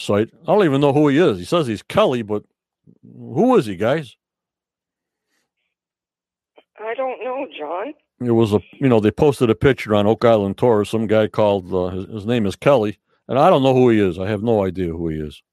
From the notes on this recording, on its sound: From Canada on the Phone.